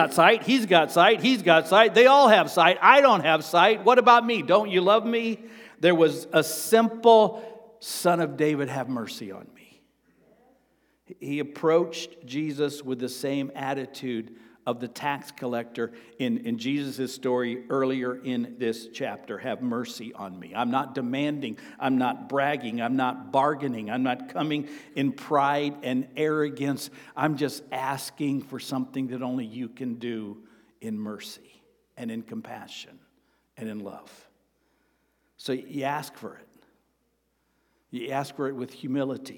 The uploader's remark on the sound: Sermon preached on Sunday, March 19, at Avondale Baptist Church.